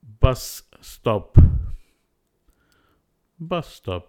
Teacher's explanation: The first s sound is deleted, leaving a VC connection, bus stop. We do not add a glottal stop, apart from with the sounds k, p, and t.